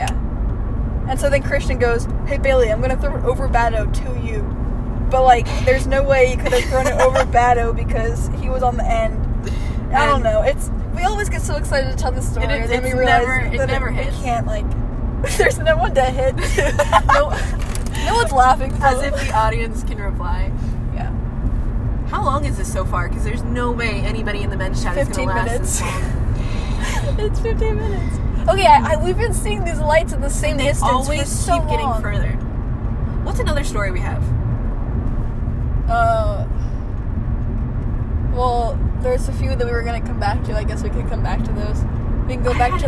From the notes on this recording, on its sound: We talk about memories and go on random tangents while driving out of town until we’re lost.